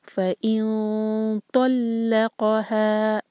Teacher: دو seconds کا ٹائم دیں گے اور زبان کو تو کے لیے تیار کریں گے اور ہیوی اخفاء کریں گے. ف ان نہیں ہوگا، وہ تا کے لیے ہوگا، یہ ہے تو.